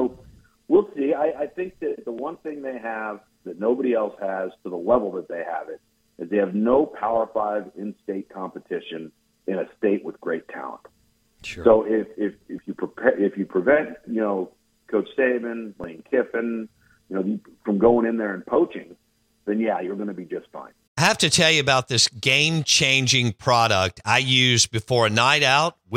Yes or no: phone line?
yes